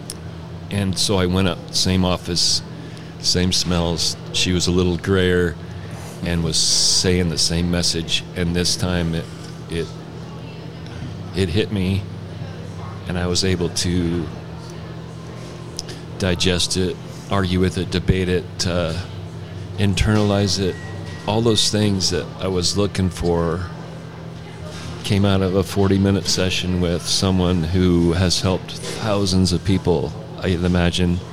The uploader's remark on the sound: live from the chinden moxie